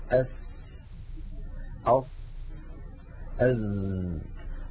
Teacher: العمل كله يتابع طريقه إلى الخارج فينشأ صوت هو صوت السين ناتج من اصطدام الهواء بالصفحة الداخلية للثنايا العليا ومن اصطدامه بالصفحة الداخلية للثنايا السفلى ومن مروره بين الأسنان